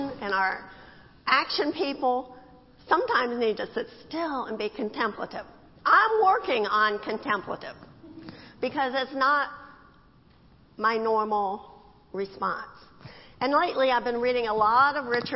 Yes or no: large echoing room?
yes